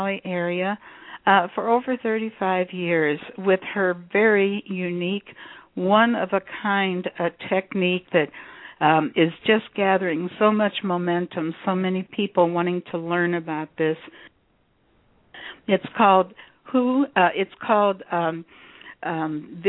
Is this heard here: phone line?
yes